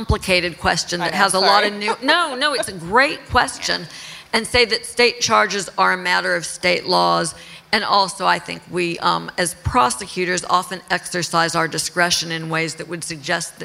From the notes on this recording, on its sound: Are live in New York City.